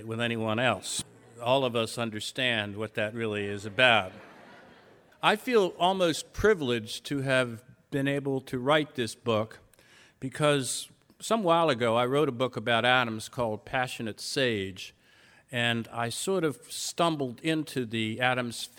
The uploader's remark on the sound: Recorded live at The Music Hall in Portsmouth, NH in 2010.